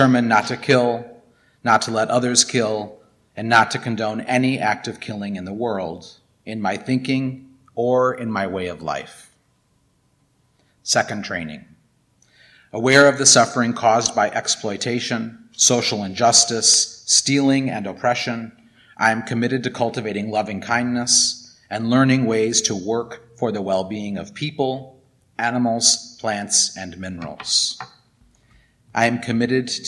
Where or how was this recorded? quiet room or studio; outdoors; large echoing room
large echoing room